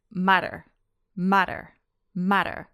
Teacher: Can you feel how the tongue flaps up really quickly, just behind that ridge behind your teeth? · Term: single Italian R